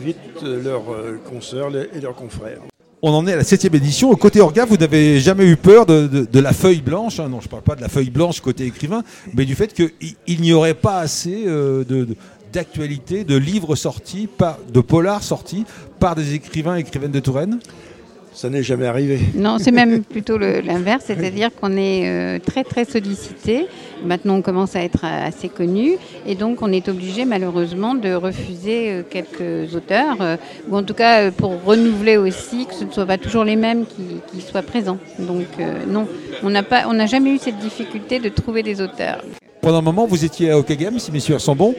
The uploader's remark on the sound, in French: en direct depuis le salon de Polar sur Loire à la Bibliothèque municipale de Tours